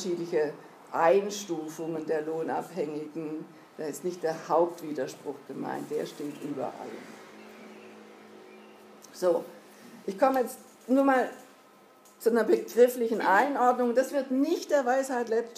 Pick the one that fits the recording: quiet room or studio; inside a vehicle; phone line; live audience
live audience